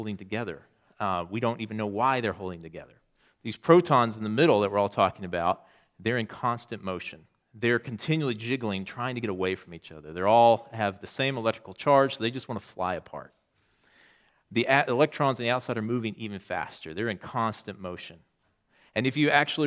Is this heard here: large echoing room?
yes